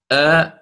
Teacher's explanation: التحقيق هو أن تنطق بالهمزة من مخرجها، يعني من أقصى الحلق، مستوفية جميع صفاتها، مستوفية جميع صفاتها من شدة وجهر وجميع الصفات المعلومة عندنا في علم التجويد. · Term: همز محقق